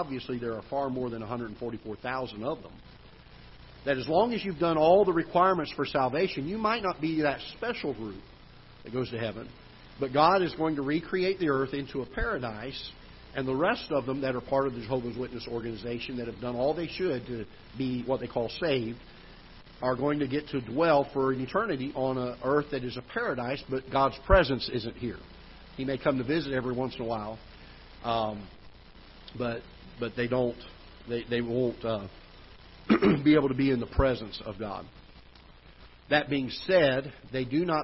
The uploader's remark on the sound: Ketha Heights Baptist Church ~ Live Broadcast